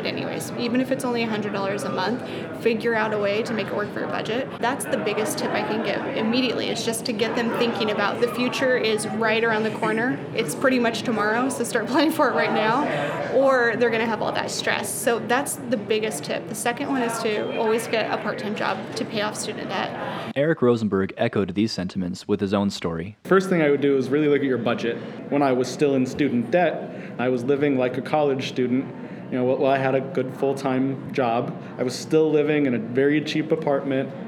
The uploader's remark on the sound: We go to FinCon, an annual conference where some of the brightest financial bloggers get together to share insights and discuss financial trends.